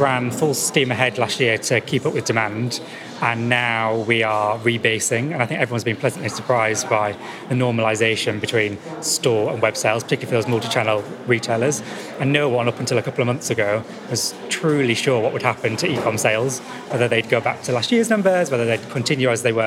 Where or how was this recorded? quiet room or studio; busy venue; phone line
busy venue